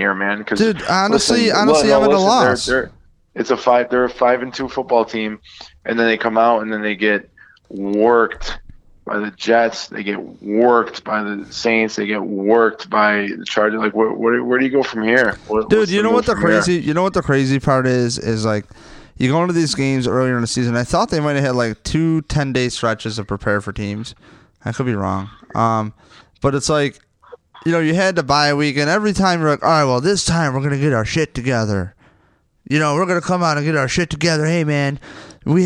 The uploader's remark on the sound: Perspective from LA is called. Joins the conference call.